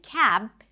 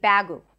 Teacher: Adding a vowel, usually an u sound. · Shown in: second take